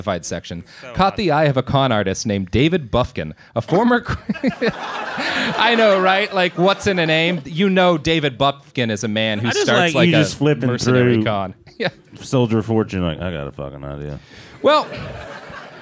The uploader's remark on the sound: LIVE from Dynasty Typewriter in Los Angeles.